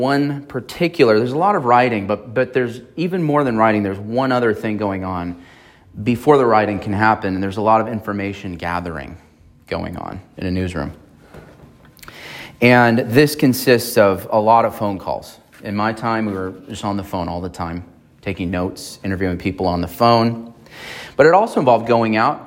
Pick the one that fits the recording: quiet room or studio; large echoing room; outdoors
large echoing room